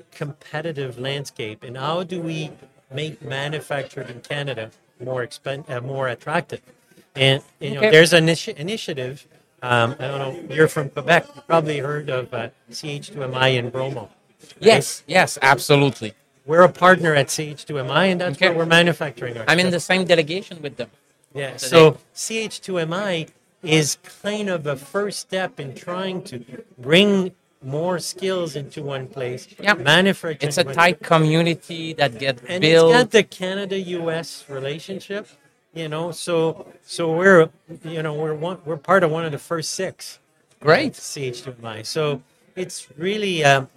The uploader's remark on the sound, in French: En direct du Hardtech à Toronto